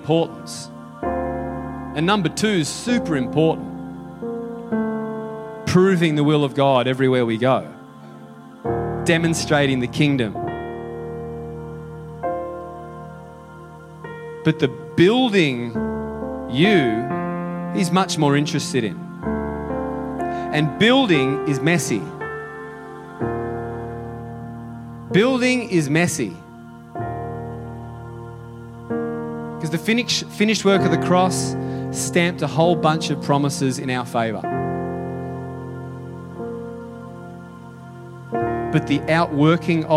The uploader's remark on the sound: Sunday July 23 Echo Church Melbourne.